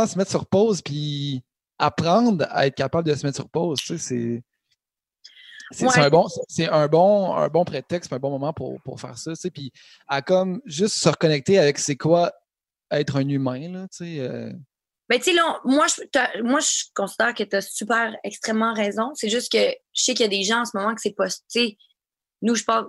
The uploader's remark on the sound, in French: Dans un podcast bien spécial enregistré dans nos demeures respectives en raison du confinement.